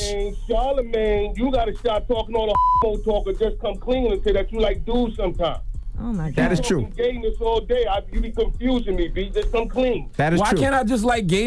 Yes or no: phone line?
yes